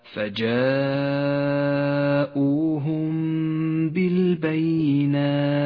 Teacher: تخفى الميم بالباء مع بقاء غنة للميم زمنها حركتان ولكن لاحظ عند لفظ الميم أننا لا نجافي بين الشفتين عند نطقها ولا نضغط عليهما بل نتوسط في ذلك أي هكذا فجاءوهم بالبينات. · Term: الإخفاء الشفوي